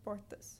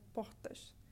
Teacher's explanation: So a person from São Paulo would probably pronounce it like portas, but a person from Rio de Janeiro would pronounce it like portas. So we see this very aspirated, almost H-sounding R, and then the S turns into an S-H. · Shown in: second take · Term: carioca accent